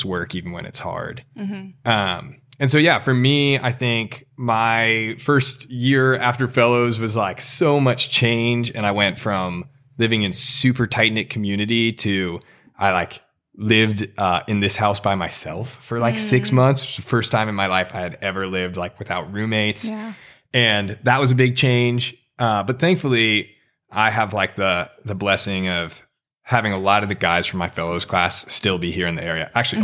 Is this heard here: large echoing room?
no